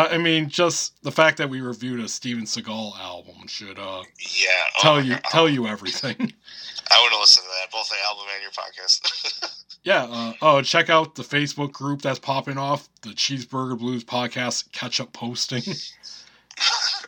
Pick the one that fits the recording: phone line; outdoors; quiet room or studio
phone line